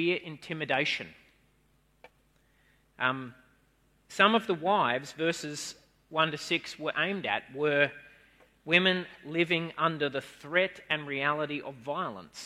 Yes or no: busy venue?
no